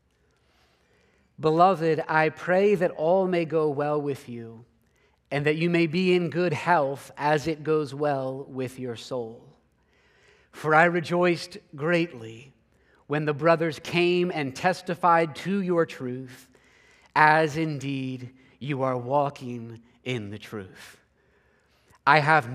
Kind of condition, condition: setting, large echoing room